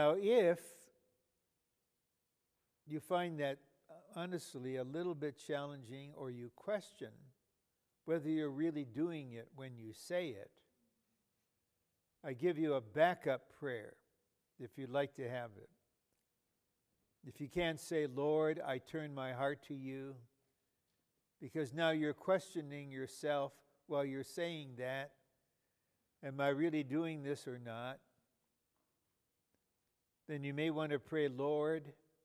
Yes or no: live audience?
yes